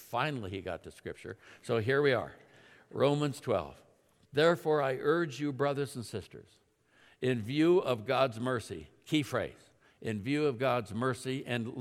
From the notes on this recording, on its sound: At Timberline Church. Live.